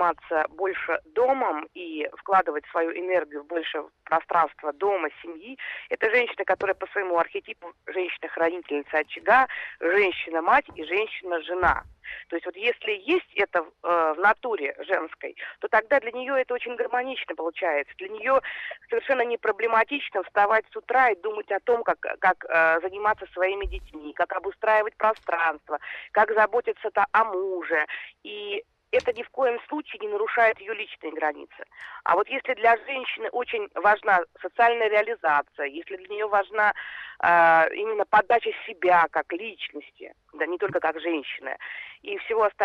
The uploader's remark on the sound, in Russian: В студии. По телефону.